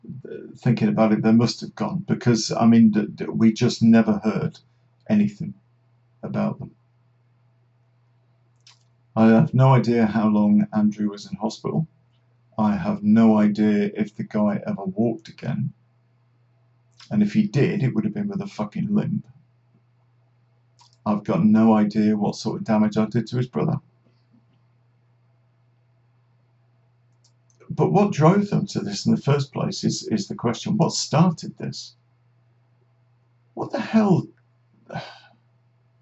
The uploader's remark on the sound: Apologies for the audio issues.